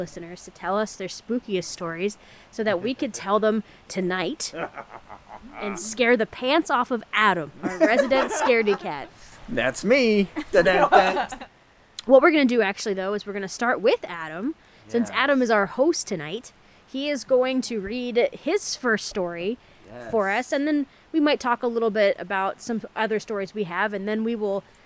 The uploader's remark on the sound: We have decided to bring you a bonus episode from around the campfire! Every once in a while, we like to go out into the elements, and record some spooky stories. The audio is unpredictable, the scares are real, and the fire is always nice and warm.